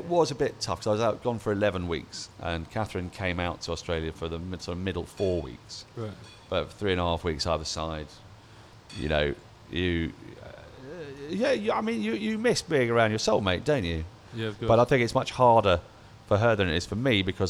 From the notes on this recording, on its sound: Recorded live from The Wheatsheaf Pub - Tooting.